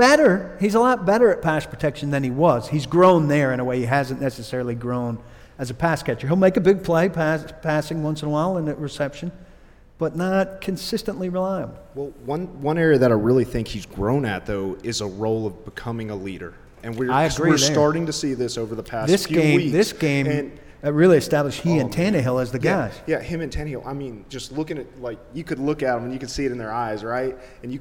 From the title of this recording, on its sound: Live From Dawghouse Saloon